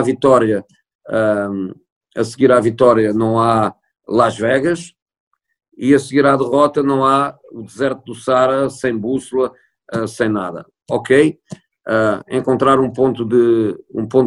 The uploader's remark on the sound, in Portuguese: Esta conversa foi gravada online. Ainda que o meu som não esteja perfeito.